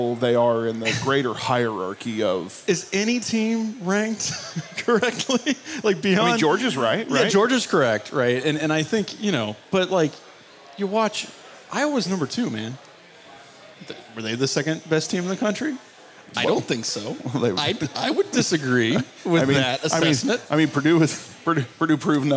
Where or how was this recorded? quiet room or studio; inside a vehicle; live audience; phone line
live audience